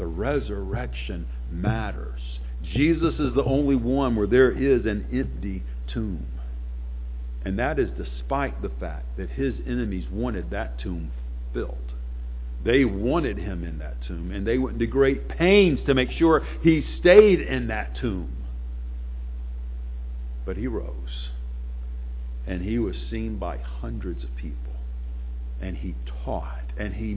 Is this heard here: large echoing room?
yes